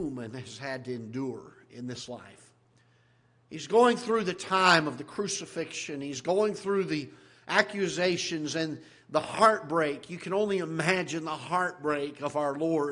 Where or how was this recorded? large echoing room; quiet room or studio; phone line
large echoing room